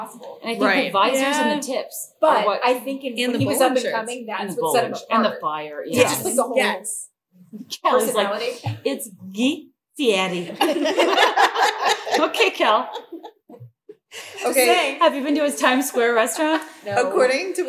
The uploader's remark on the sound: Deeply sorry again for sound quality